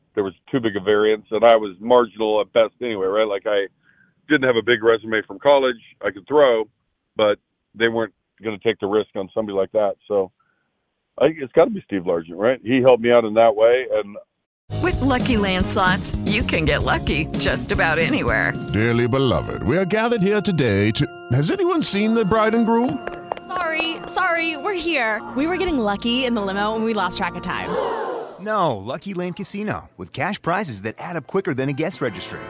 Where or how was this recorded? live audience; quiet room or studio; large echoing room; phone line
phone line